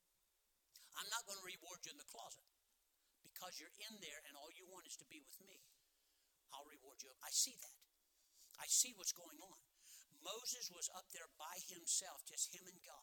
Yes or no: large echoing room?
yes